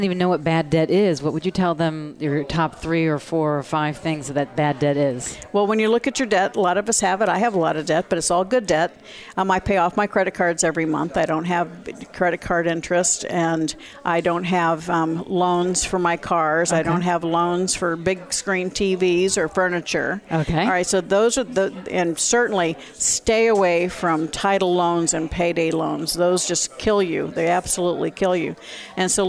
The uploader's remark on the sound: Broadcast Live form the Largest Women's conference in the USA! We will be live for 2 days bringing you all the event action, keynote speakers and VoiceAmerica hosts.